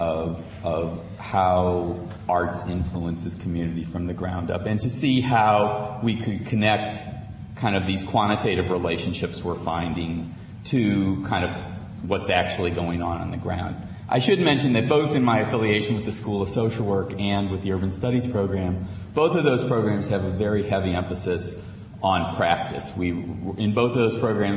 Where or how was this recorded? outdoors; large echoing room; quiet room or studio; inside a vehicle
large echoing room